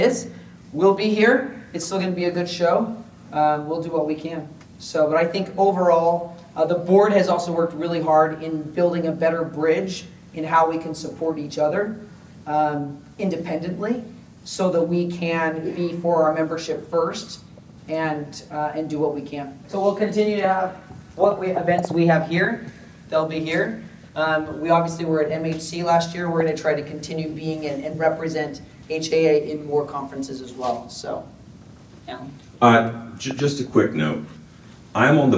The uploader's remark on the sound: This Q&A session was recorded live at Transworld immediately following the 2022 State of the Industry Presentation.